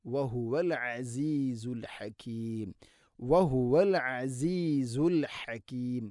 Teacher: ഐനും ഹാഉം തൊണ്ടയുടെ മധ്യഭാഗമാണ് മഖ്റജ്